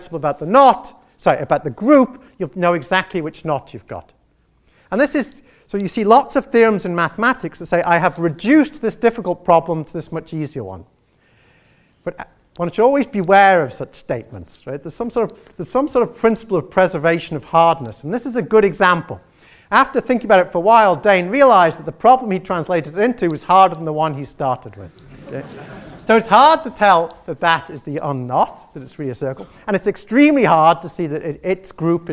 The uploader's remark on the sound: gave this Inaugural Chairman's Public Lecture